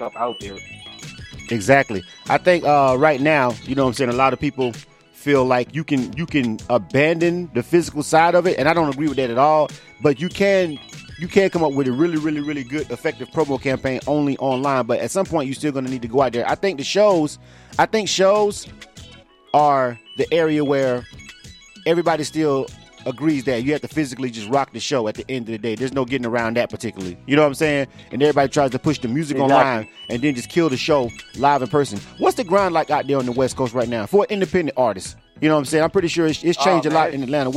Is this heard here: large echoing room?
no